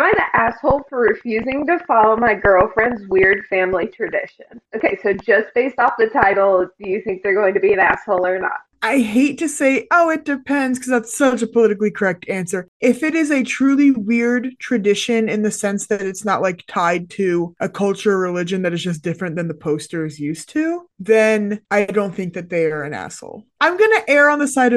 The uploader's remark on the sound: There are MAJOR microphone issues in this episode